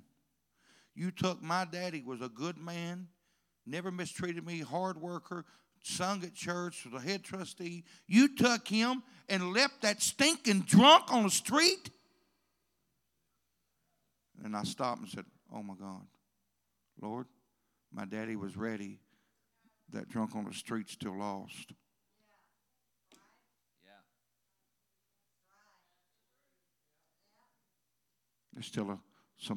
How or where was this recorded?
large echoing room